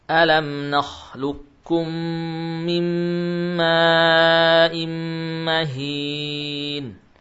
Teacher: Idgham kamil yakni huruf qafnya hilang, zatnya hilang, kemudian sifatnya juga hilang. Langsung kita baca huruf kaf yang tipis